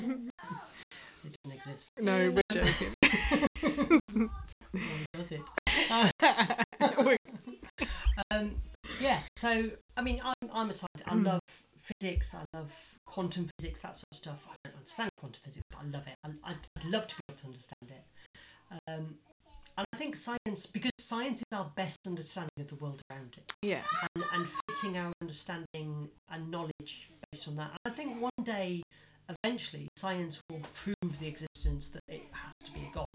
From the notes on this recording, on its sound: sorry poor sound quality